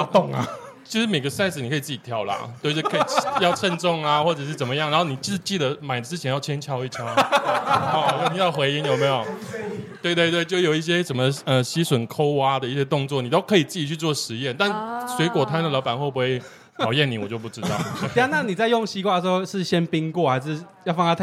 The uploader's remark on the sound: 參加在台南 咖哩鬥陣 提供場地的Live Podcast活動.